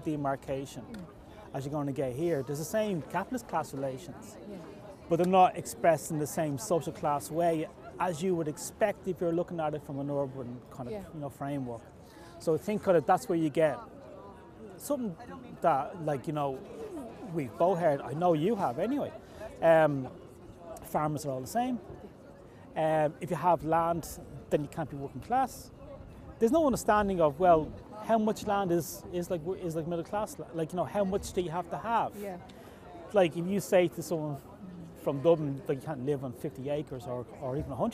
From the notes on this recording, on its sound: Recorded during a climate action march in Dublin on 9 December 2023.